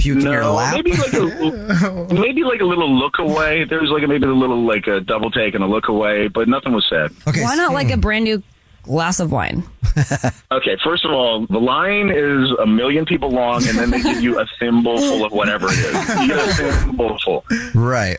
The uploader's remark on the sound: We get that other person on the phone to see why they're "ghosting". One of our listeners is calling because he isn't getting a call back from a girl he went on a date with!